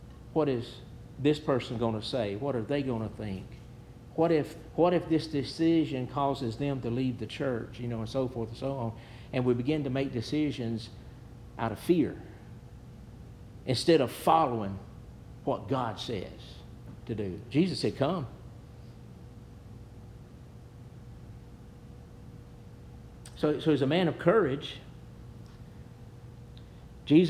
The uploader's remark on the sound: Preached at New Hope Baptist Church